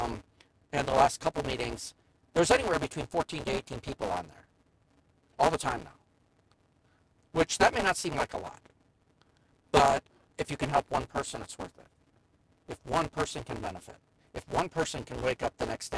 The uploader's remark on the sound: We truly apologize for the quality of the recording of Part.